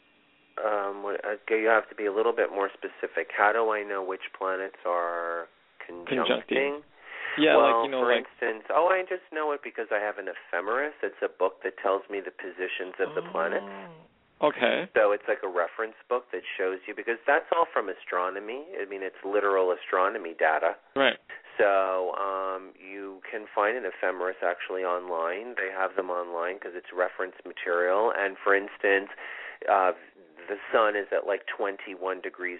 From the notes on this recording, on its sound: This is a call in show with free mini readings!